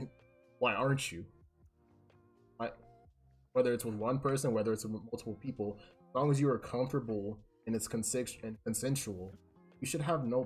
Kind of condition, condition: fault, poor sound quality